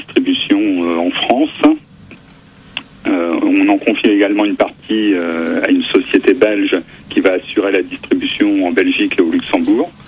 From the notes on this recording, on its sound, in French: par téléphone